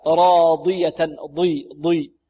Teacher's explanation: ارجعي إلى ربك راضية، والضاد هنا بارك الله فيكم من حروف الاستعلاء، والضاد مكسورة وهي في أقل مراتب التفخيم أو الاستعلاء، راضية ضي ضي، ولابد أن نحافظ على إطباق الضاد هنا، لا نقول راضية راضية ضي ضي، لا ضي ضي ضي، فيها إطباق، فيها استعلاء وفيها إطباق، والإطباق هذا من الصفات القوية كذلك.